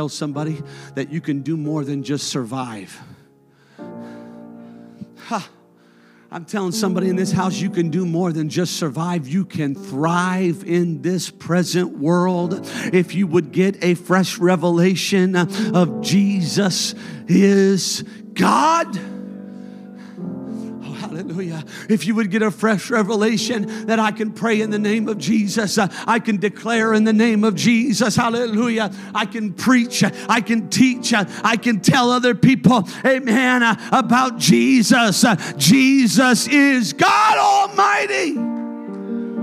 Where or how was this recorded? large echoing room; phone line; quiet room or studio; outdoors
large echoing room